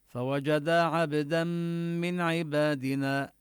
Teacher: تدغم في الميم بغنة، ونبين غنة الميم، لأن النون والميم حرفا الغنة إذا كان مشددين، فالمطلوب إظهار وبيان غنتهما. · Term: الإدغام بغنة